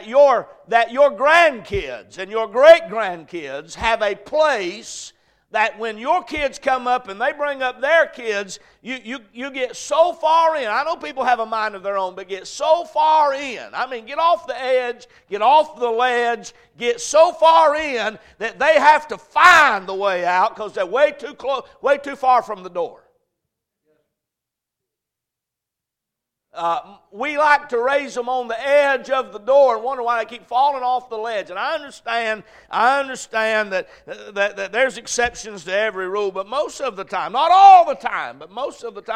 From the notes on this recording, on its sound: A message preached at Crossroads Baptist Church